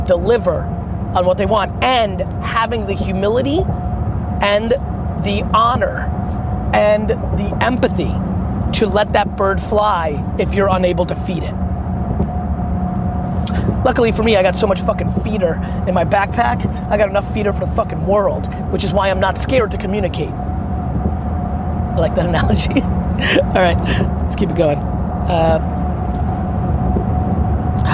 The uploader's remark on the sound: Here's a Q&A I did while in the car back from the airport.